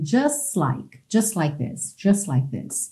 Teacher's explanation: Então, aqui nesse caso do just like, você acaba omitindo mesmo esse T e já junta o S do just no like